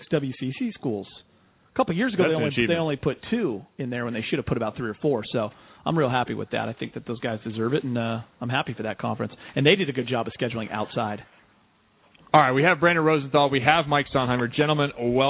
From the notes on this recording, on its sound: call